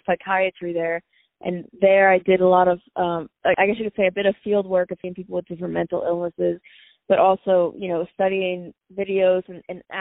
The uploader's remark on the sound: On the phone